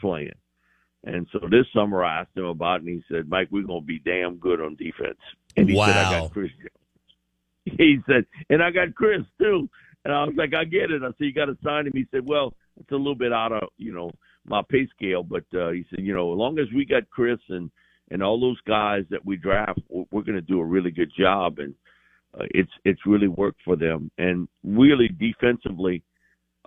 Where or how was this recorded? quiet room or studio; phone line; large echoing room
phone line